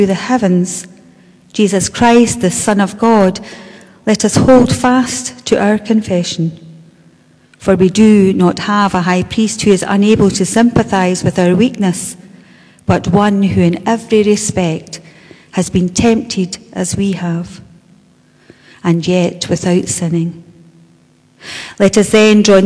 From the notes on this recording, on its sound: Our live stream of todays service celebrating Holy Week. Today we welcome our fellow Bo'ness Churches for this special event.